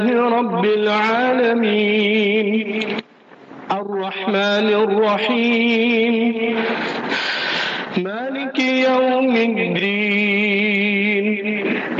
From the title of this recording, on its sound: Jumah Lecture at Rainbow Masjid